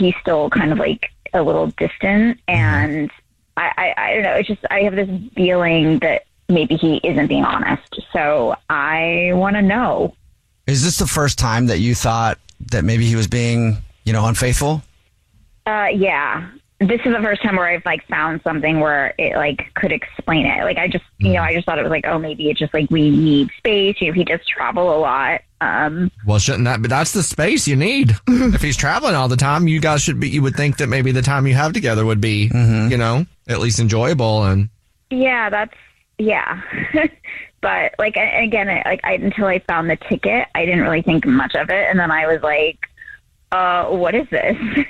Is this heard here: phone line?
yes